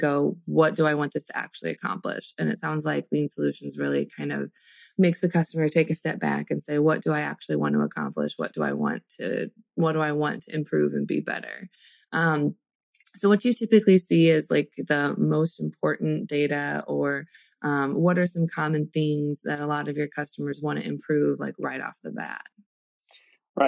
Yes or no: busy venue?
no